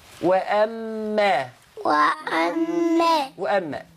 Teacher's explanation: ألف مهموزة فتحة و. ميم مشددة بالفتح أتى عليها غنة لازمة مقدار حركتين